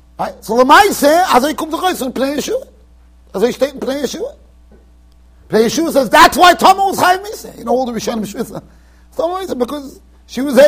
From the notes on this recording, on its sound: Shiur recorded in Yeshivas Ohr Reuven, Monsey NY.